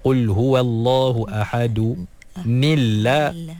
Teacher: bila kita baca dengan baris bawah pada tanwin tu, automatik lafzul jalalah dinipiskan, diterkikkan. Jadi asalnya tebal Allahu.